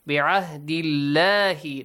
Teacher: The letter lam, the word Allah, is pronounced lightly since there is kasra, a kasra sound before.